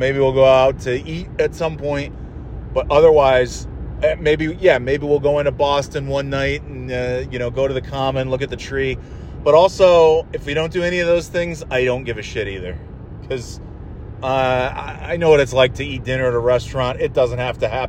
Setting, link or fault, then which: setting, inside a vehicle